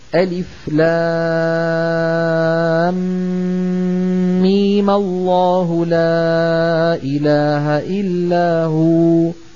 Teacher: فيعود المد من 6 حركات إلى 2، لأنه ما عاد في عندي مد لازم. فيقول هؤلاء ألف لام علم الله لا إله إلا هو، فيمدون ميمة حركتين فقط. · Term: الاعتداد بالعارض